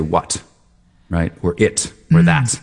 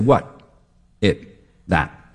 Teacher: So I'm doing the T shape with my tongue. My tongue tip is going up, but I'm doing a glottal stop at the same time. · Shown in: second take